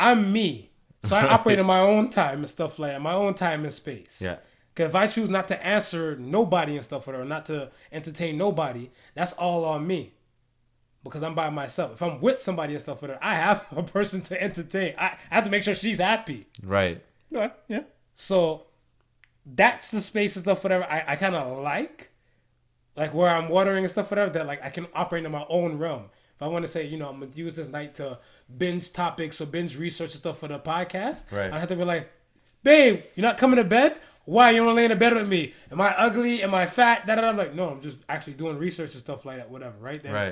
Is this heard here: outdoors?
no